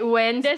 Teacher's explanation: The D is silent.